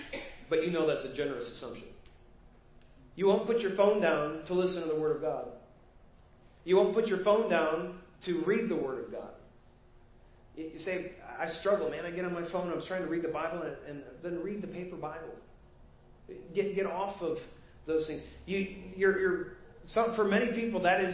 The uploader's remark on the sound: Preached at First Baptist Church of Hazel Park